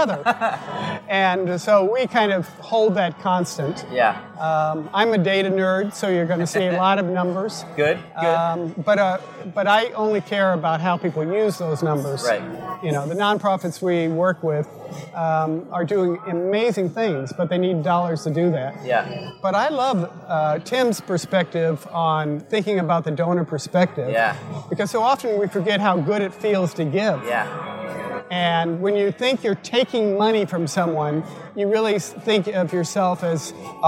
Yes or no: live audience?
yes